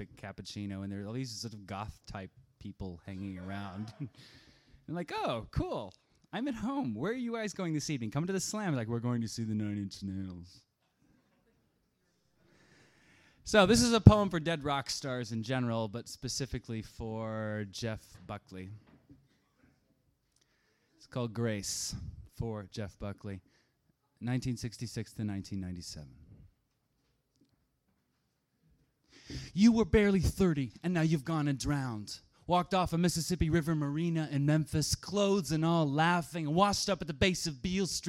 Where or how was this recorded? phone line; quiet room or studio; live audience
live audience